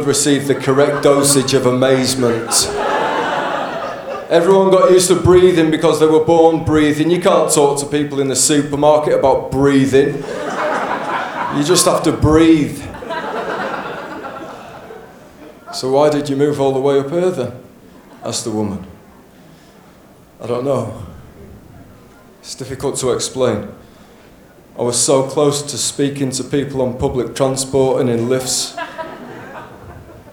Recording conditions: live audience